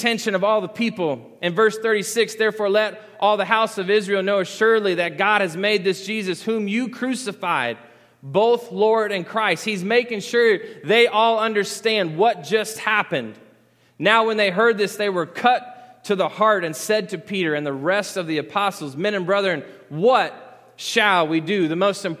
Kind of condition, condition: setting, large echoing room